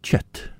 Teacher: most areas of Brittany would say ket, but in that area they say chet. It becomes a ch sound before certain letters, the letter K.